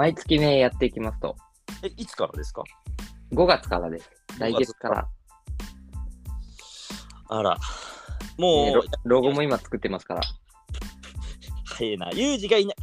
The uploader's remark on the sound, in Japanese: リモート収録